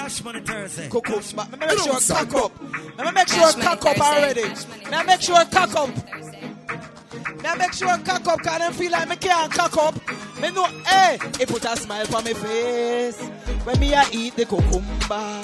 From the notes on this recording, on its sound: Live from Cash Money Thursday Portmore Jamaica